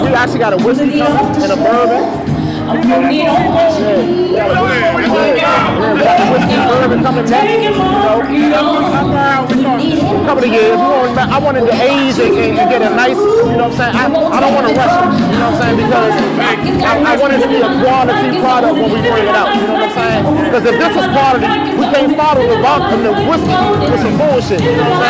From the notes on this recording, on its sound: We were LIVE at the Taste of Black Spirits Event at the Garden Theater in Detroit